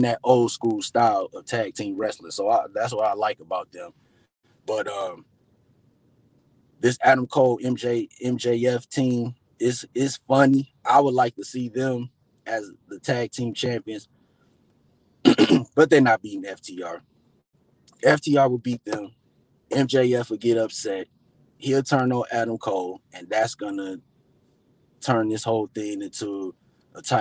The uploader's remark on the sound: I did this episode from my car